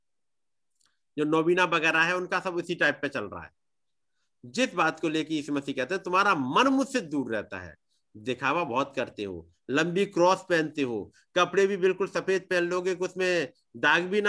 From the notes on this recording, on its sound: Arunachal Pradesh. Zoom Meeting.